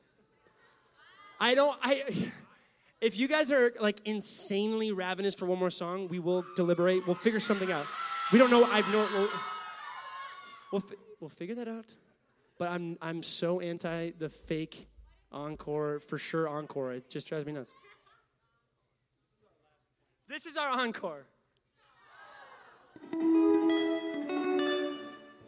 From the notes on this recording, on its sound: Now live from Winona State University in Winona, MN